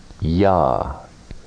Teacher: for nouns ending in E, that E has changed into its semivowel, ya